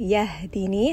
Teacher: ha is going to be from the chest. It's close to a sigh sound.